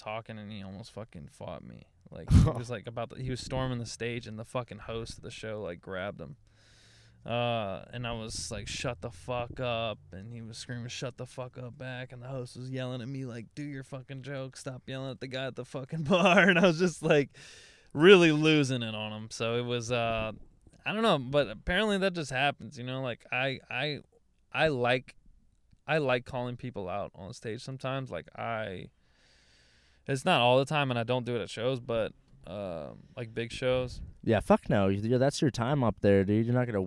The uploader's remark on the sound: A fight happened outside the car.